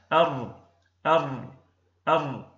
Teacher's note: لابد من وجود تكرير، لابد من وجود ارتعاد خفي في طرف اللسان. أر أر أر، تلاحظ أن هناك ارتعادا خفيا. · Term: التكرير